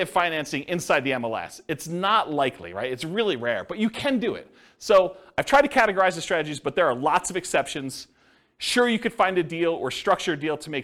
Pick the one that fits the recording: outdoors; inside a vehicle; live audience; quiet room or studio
live audience